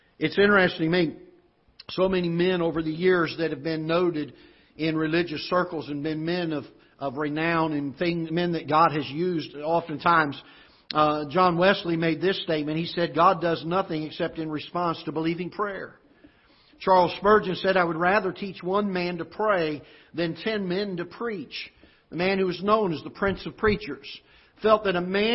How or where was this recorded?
large echoing room